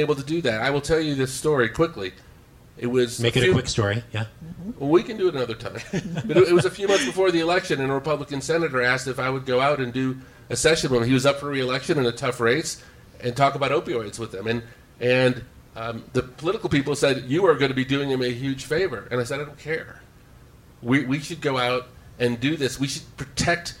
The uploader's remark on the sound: Live from the Aspen Ideas Festival’s “Spotlight Health,”